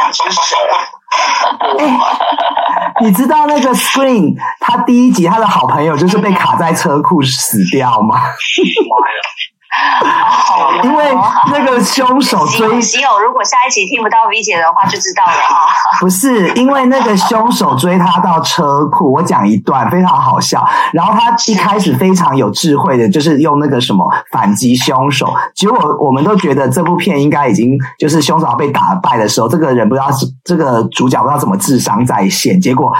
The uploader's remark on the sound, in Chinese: 遠段錄音 ,音質請見諒。在車庫錄音。